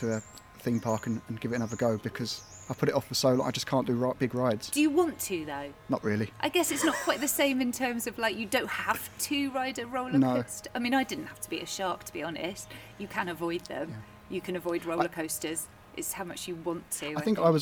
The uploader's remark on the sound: I headed outdoors for a natter